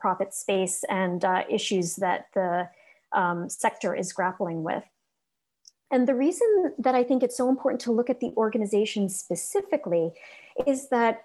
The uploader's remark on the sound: This episode is an audio version of a virtual career panel held at the Linguistics Career Launch in the summer of 2021.